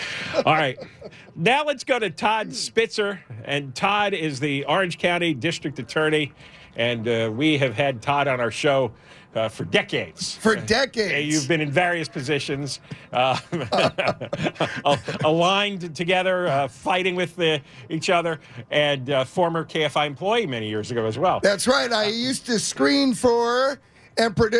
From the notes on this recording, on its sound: LIVE at the Honda Center in Anaheim